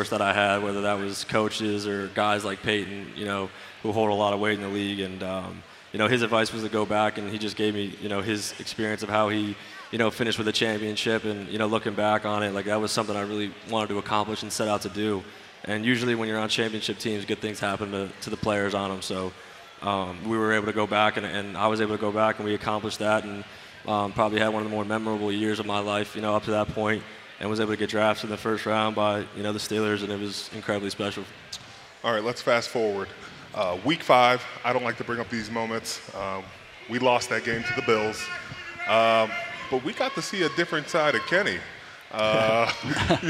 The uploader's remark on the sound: live at the Steelers draft party!